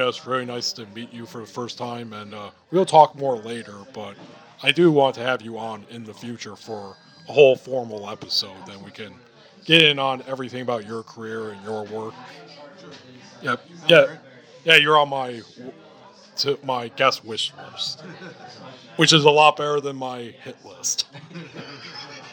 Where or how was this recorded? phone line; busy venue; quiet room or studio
busy venue